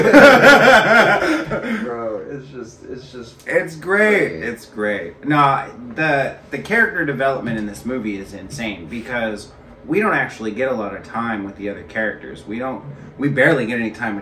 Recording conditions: poor microphone